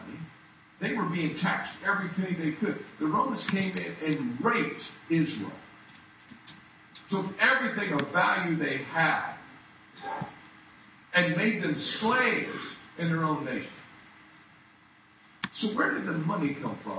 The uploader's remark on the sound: Men's Weekend 2013 Saturday Night - Audio. Poor Sound Quality.